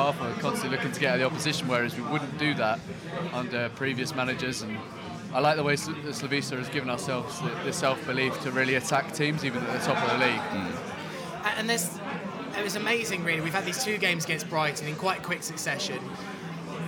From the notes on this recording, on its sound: live in The Jolly Gardeners pub